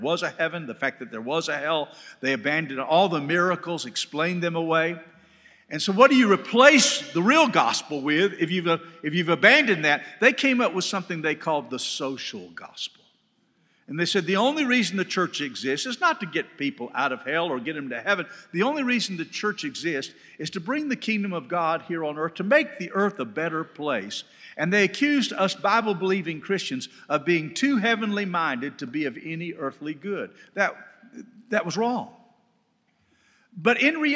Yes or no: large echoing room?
yes